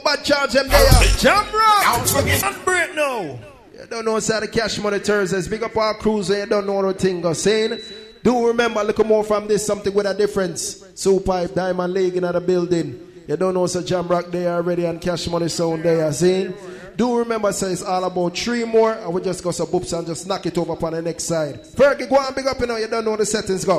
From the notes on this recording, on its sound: Live from inside Cash Money Thursday